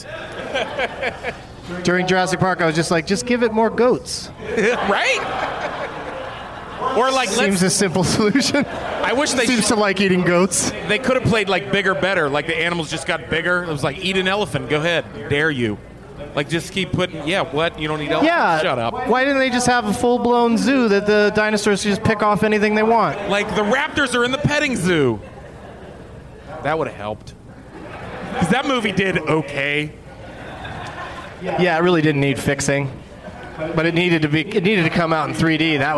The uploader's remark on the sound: Live from The Improv in Pittsburgh, PA